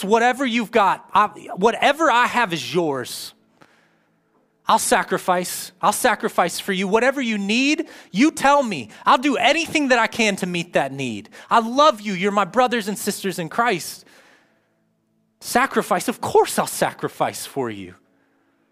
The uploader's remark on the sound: live from Covenant Church